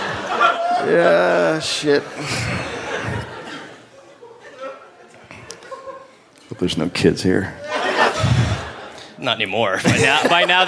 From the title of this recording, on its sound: Live in Canberra